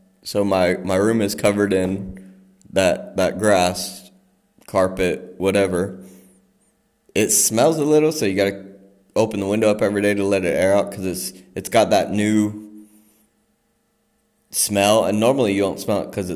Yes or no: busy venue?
no